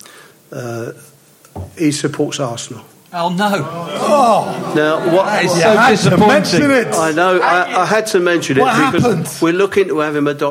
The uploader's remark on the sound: Live from The Albany on Great Portland Street